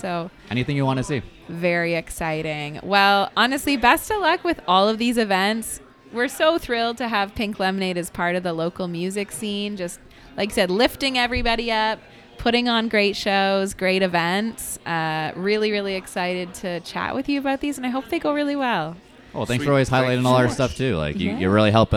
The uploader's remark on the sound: Broadcast live from Jane Bond in Uptown Waterloo.